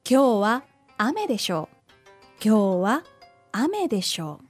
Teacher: when you end a sentence with a でしょ that does not have a rising intonation, it means maybe.